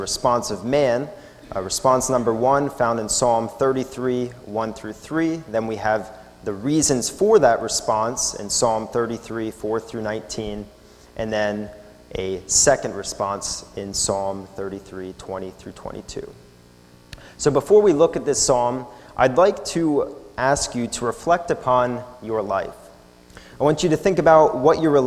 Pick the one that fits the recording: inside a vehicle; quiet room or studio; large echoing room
large echoing room